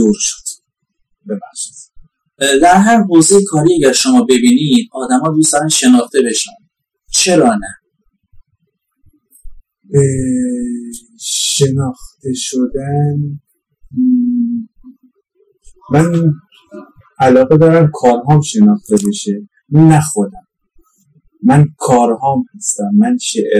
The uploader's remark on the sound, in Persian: کیفیت صدا در این اپیزود خیلی پایین هست